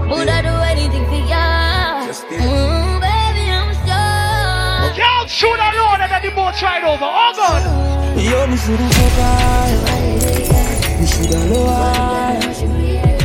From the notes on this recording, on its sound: Live Audio of the BYFAROnABoat Five Year Anniversary